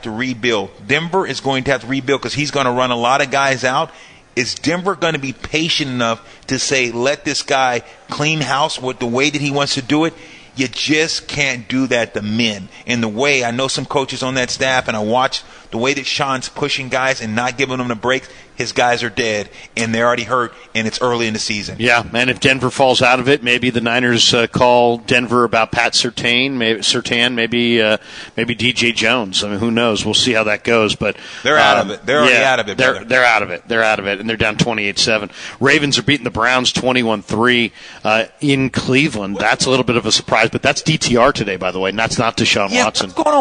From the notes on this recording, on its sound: live from the Hilton Santa Clara